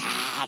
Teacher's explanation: You gotta get a guttural sound in the back of your throat. Don't even bother pronouncing the T, just hot. You just kind of leave that to whatever, hot.